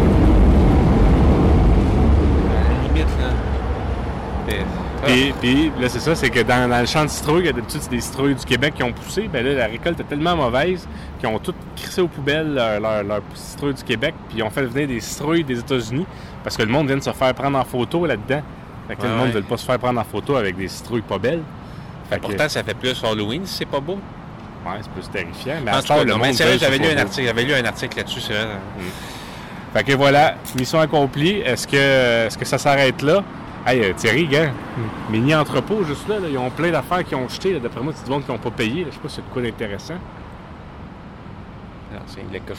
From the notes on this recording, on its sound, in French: Enregistré à Montréal (centre-ville). Segment 1 : À la Place-des-Arts - Segment 2 : Près du Boulevard René-Lévesque - Segment 3 : Au quartier chinois - Segment 4 : Au centre du Boulevard Robert-Bourassa - Segment 5 : Au Centre Bell - Segment 6 : Au Square Dorchester.